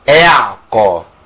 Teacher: يولد من حركة الهمزة من الفتحة ألف · Term: بدل